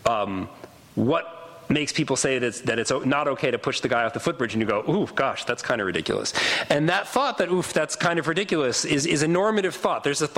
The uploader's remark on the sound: Recording of a lecture delivered on November 11, 2011. As part of the Formal Lecture Series.